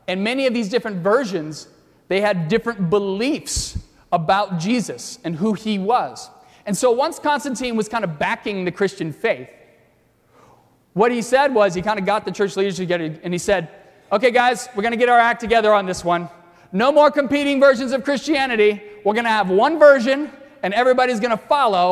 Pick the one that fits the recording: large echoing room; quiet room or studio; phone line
large echoing room